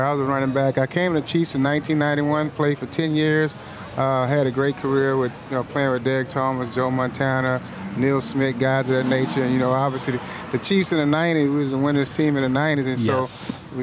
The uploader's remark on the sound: Live from #TureNorthMIA in the Wynwood section of Miami, Fl for Super Bowl 54